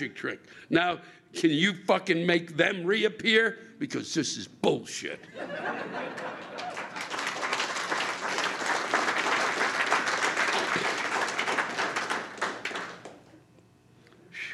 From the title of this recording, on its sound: Live From the National Comedy Center